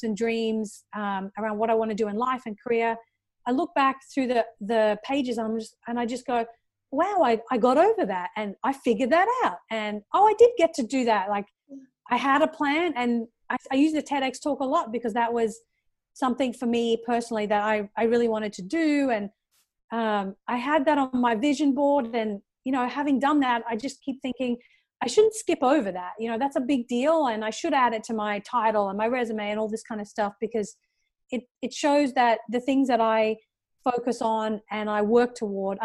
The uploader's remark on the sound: Recorded via Zoom during Covid-19. Recorded via Zoom during the Covid 19 pandemic.